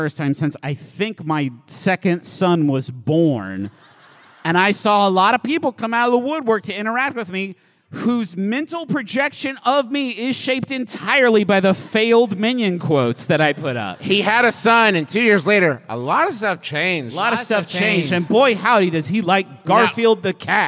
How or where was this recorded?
live audience